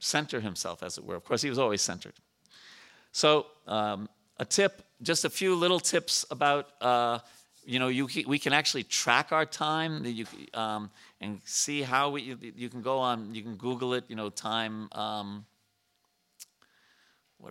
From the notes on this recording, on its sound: At the ISKCON temple in Potomac, Maryland.